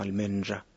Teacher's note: Esa R ya se hace más bien fricativa y sonora